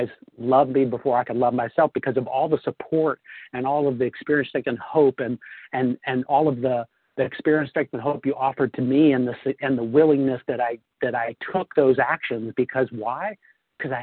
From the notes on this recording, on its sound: 100 Pounders Phone Meeting, 3/28/23